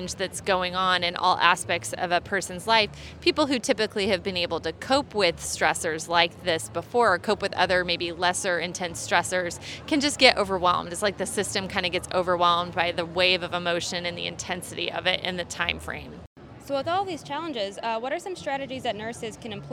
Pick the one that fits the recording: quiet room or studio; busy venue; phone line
busy venue